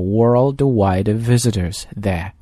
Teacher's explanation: 这个 world 的那个 L 音，你的舌尖要顶在你的上齿的根部啊，把这个所谓的 dark L 要读出来